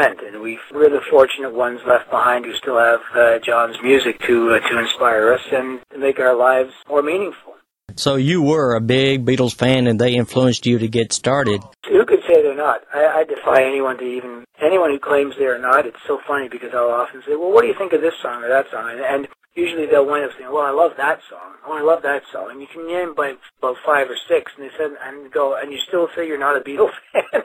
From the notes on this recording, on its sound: took some time from the road to call in to Concert Blast